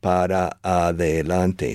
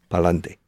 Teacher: they do a lot of natural contractions, super contractions, reducing six syllables to only three · Shown in: second take